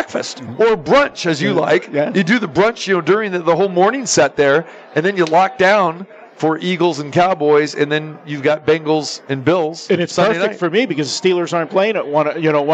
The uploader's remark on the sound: Live from the Suoer Book at Westgate Las Vegas